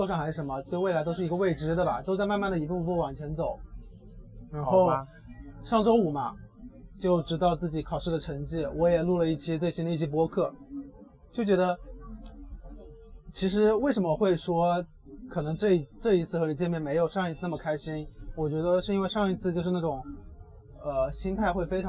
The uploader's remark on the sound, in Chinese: 这是在西安城墙下录制的一期播客